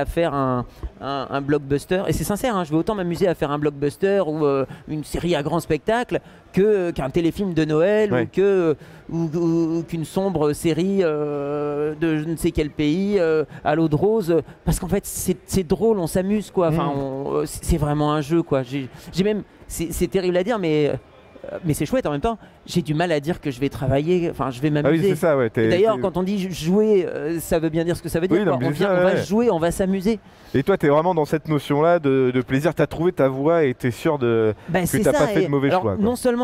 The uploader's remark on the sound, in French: Interview enregistrée le samedi 4 décembre 2021 lors du salon Game'in Reims